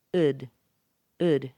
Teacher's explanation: And the past tense, had, gets reduced to ud, ud.